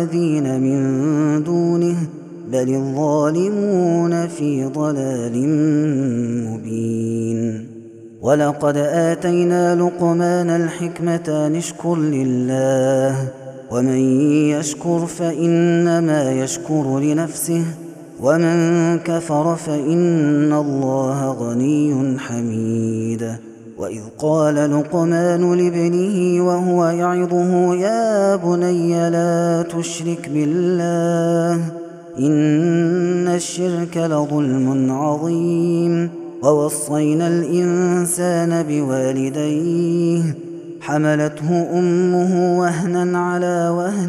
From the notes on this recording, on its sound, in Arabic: هذا التسجيل من صلاة التراويح